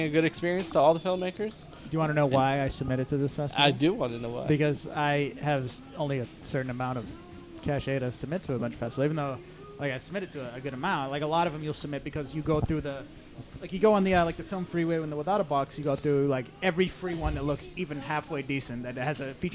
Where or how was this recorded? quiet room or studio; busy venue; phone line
busy venue